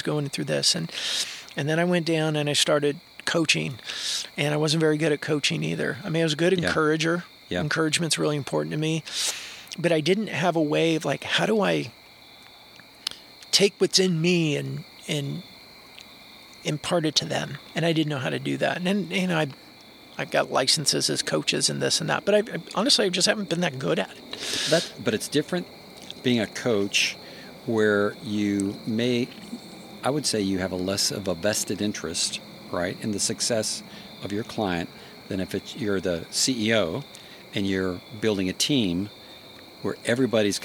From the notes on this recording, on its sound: fire pit in Suwannee, GA